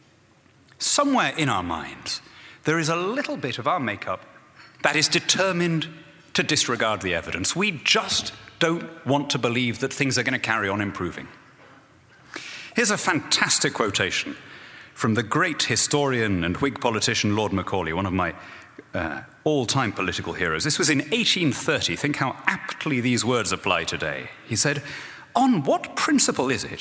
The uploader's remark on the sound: speaks at Acton’s 2014 Anniversary Dinner